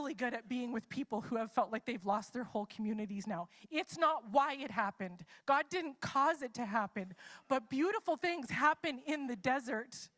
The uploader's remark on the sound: It's a LIVE service!